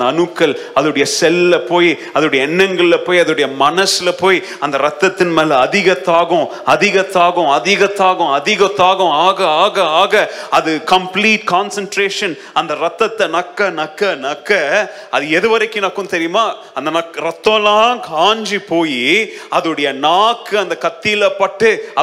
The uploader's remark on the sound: Sunday Second Service Sermon Live